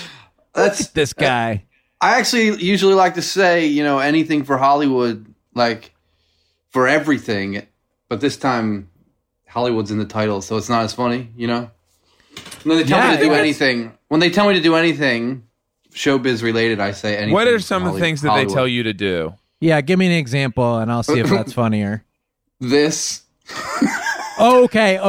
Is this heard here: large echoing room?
no